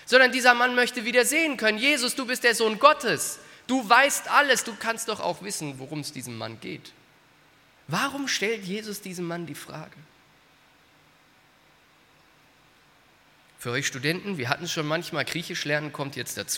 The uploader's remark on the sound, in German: aus dem Gottesdienst der Liebenzeller Mission